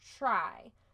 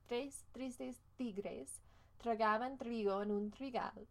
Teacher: Your T sound is way back there. When you say this in Spanish, tres, tristes, your tongue is really touching the back of your teeth. · Shown in: second take